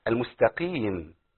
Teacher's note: يبقى ناخد بالنا من القاف المكسوره، هي ضعيفه جدا ما وصلهاش الكاف